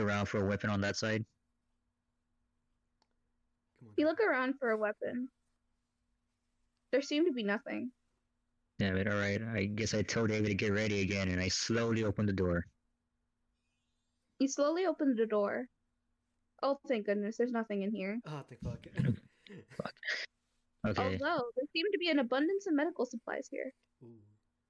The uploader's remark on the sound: sorry for crappy audio